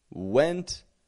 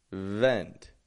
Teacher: I'm only bringing my bottom lip up, lightly touching my teeth, and holding that V sound out. And then I got a vowel coming after it, Whereas the first, the corners of my lips come inwards and release a wuh sort of sound · Shown in: first take